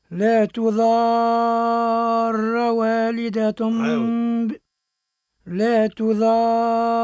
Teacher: والراء هنا مفخمة ومشددة والضاد مد طويل